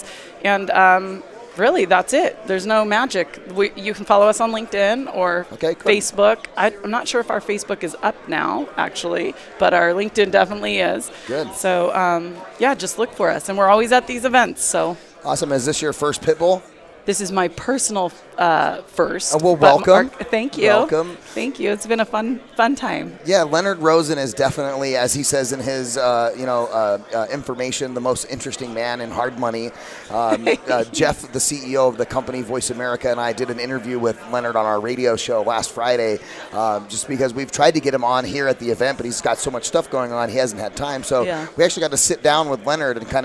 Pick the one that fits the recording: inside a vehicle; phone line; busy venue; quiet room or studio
busy venue